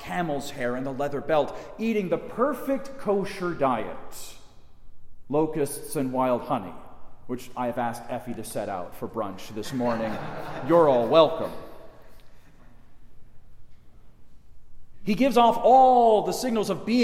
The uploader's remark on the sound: Delivered in the Chapel of St. John Paul II at Mundelein Seminary in Mundelein, IL.